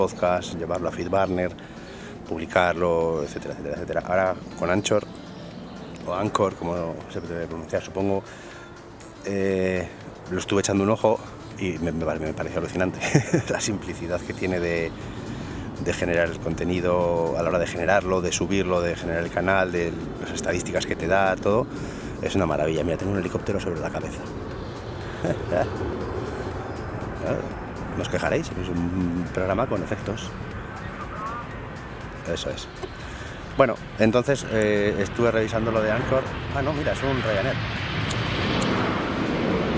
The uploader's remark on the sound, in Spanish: Con sonido ambiente y desde un parque